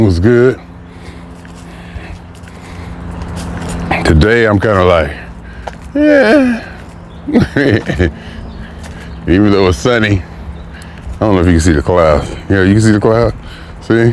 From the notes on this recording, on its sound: Me Walking Talking